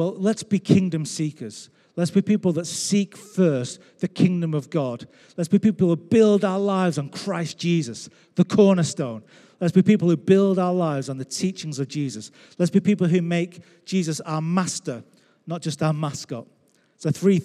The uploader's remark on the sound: Recorded live at Life Church.